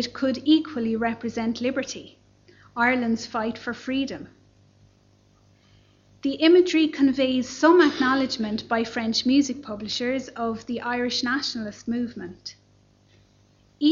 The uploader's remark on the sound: Library Lunchtime Lecture. This lecture series accompanied our exhibition 'Discovering Thomas Moore: Ireland in nineteenth-century Europe'.